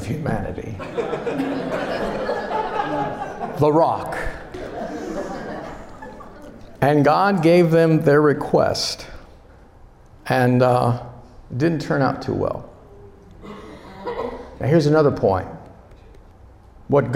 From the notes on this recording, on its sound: Delivered at a Ministry Leadership Conference in November 2023.